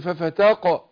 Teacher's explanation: القاف هنا ساكنة فانا قلقلها · Term: حروف القلقلة